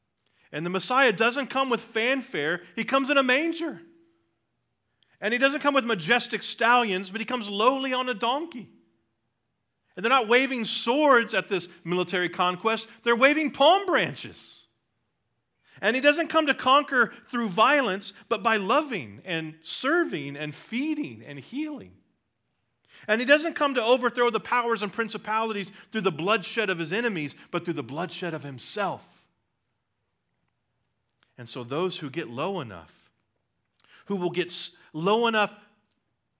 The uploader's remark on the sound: at Liberty Baptist Church in Liberty, Missouri